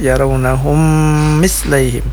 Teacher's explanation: ada mim sukun bertemu dengan huruf mim, ini namanya tadi idgham mimi, panjangnya juga 4 harakat